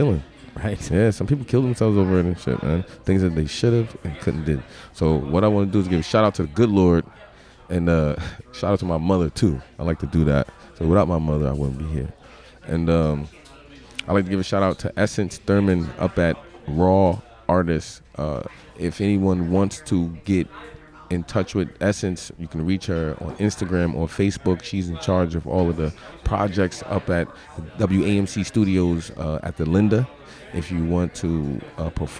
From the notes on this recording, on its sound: At Tanpopo Ramen and Sake Bar in Albany. This was a very cool episode to record, as it is the first one I have ever recorded in a crowded restaurant.